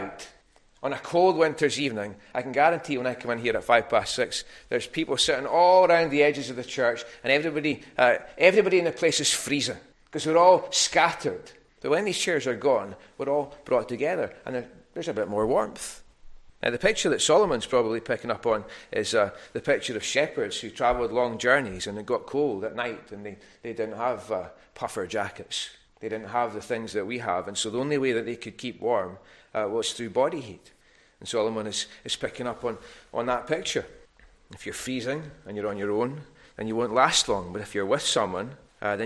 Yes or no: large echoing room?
yes